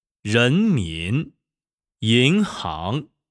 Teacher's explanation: 在发阳平的时候，声带从不松不紧开始，逐步绷紧，直到最紧，声音从不低不高到最高